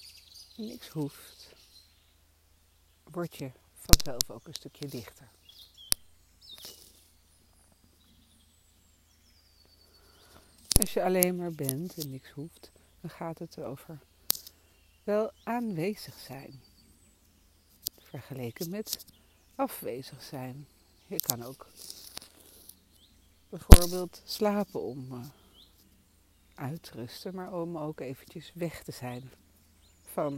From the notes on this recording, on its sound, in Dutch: Meditatie met vogelgezang. Er zijn veel vogeltjes op de achtergrond, want het is onder de bomen in het bos opgenomen. Excuus voor een storing die zorgt voor een krakend geluidje.